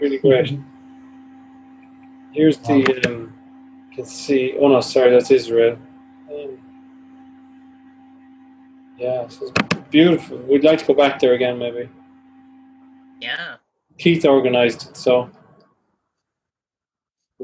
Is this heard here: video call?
yes